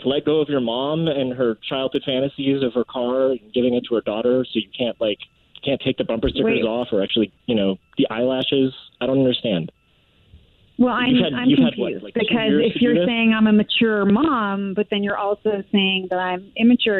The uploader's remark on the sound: A Phone Prank